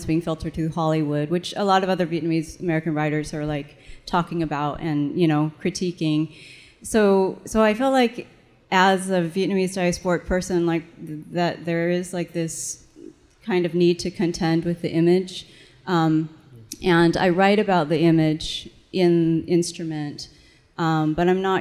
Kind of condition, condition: setting, live audience